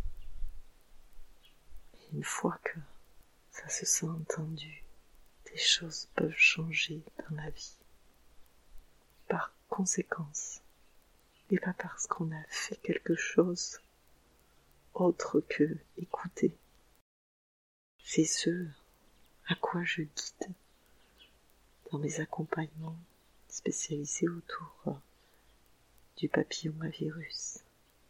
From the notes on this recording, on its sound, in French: Un épisode enregistré à l’extérieur, avec le chant des oiseaux qui accompagne ma voix !